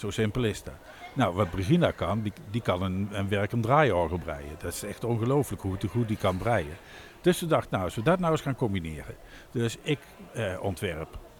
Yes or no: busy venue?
yes